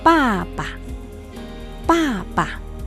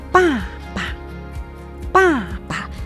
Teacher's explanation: La diferencia está en que papá el acento está en la segunda letra y en chino papá el acento en la primera.